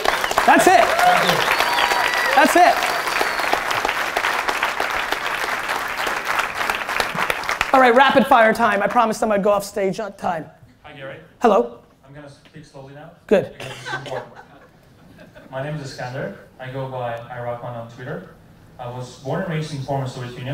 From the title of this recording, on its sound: SXSW Keynote 2016